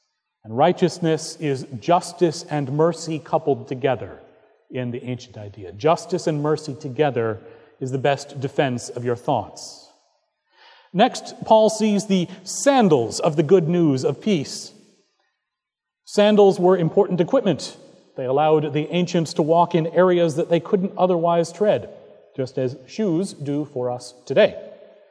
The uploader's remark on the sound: Recorded August 20, 2017 at Trinity Presbyterian Church in Bixby, Okla.